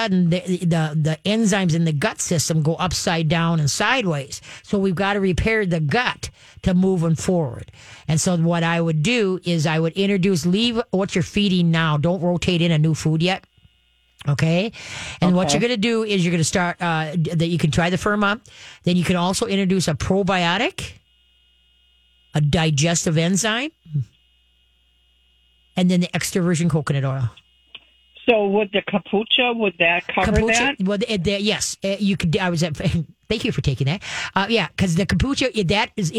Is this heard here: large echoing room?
no